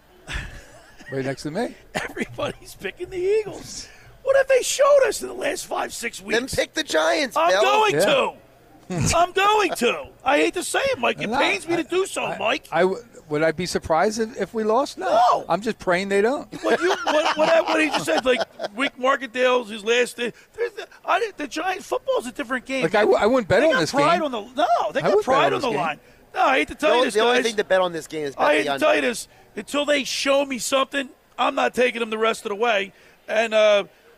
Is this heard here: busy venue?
yes